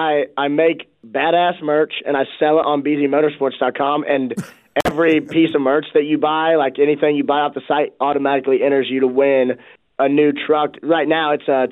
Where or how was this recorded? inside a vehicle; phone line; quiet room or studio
phone line